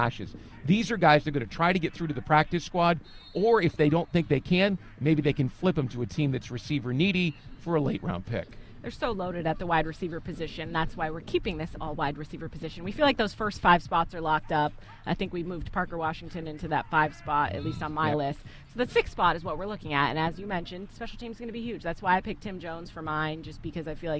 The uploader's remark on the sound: Live From Joint Practice With the Lions. Take a LIVE look at joint practice with the Detroit Lions.